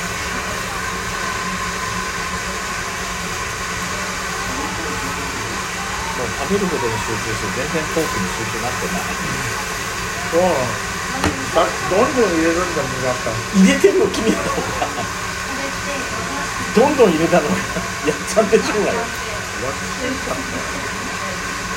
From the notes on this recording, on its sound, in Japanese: 換気扇の雑音がデカいため聴き取りづらいと思います。多分思ってるより轟音です。雑音ノイズ注意。